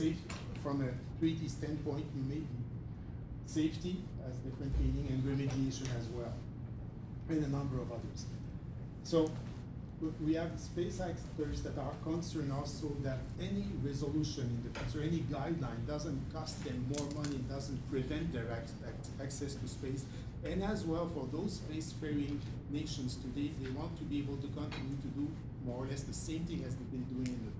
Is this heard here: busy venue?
yes